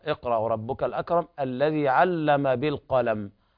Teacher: بعض الناس يقرأ لحنا الذي علم بالقلم بدون مد، فالياء مدية تمد بمقدار حركتين، فنقول الذي علم بالقلم، علم بالقلم. كذلك القاف تفخم والميم يقف عليها بإثبات ذات الغنة فيها